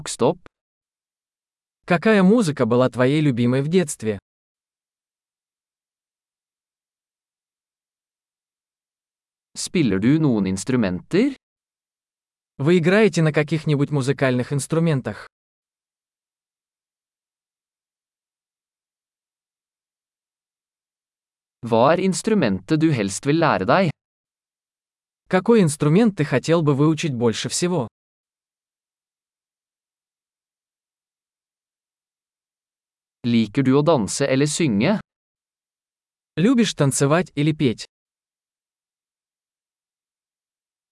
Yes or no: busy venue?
no